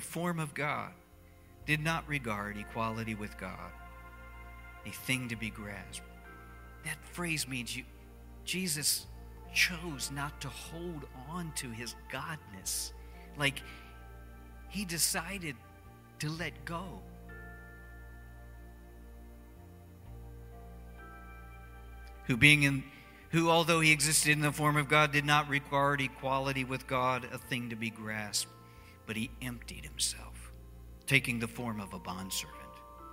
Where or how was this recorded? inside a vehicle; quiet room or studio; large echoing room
large echoing room